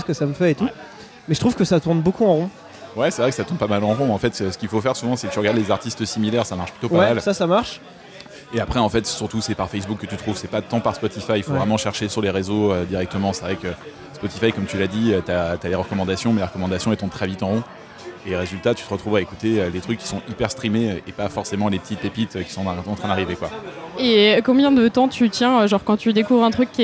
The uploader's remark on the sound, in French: épisode enregistré au Petit Garage (Paris 11e)